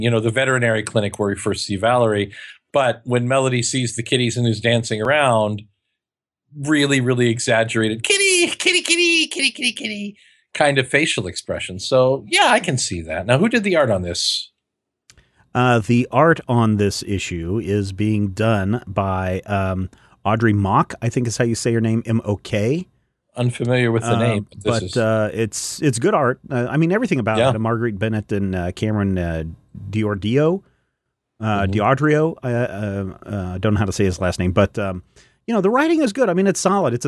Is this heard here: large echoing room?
no